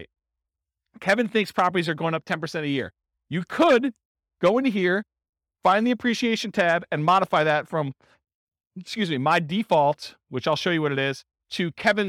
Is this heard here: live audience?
yes